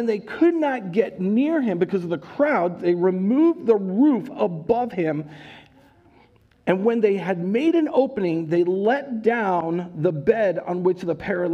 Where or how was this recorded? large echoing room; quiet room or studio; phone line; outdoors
large echoing room